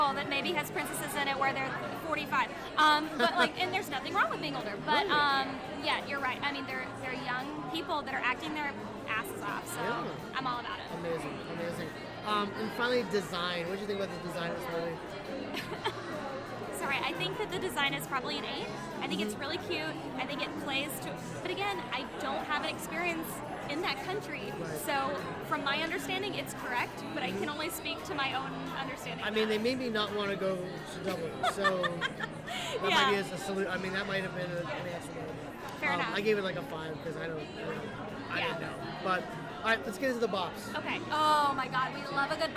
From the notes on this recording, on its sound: This week's episode was recorded live at BroadwayCon in NYC.